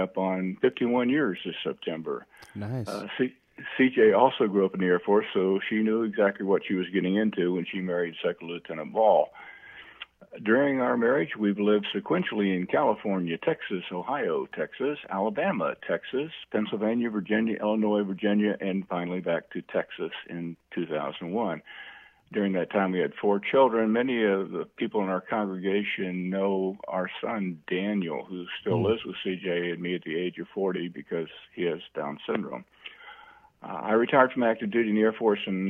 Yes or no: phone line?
yes